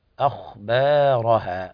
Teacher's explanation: الخاء مفخمة من الدرجة الثانية، أخبارها، لا تقل أخبارها.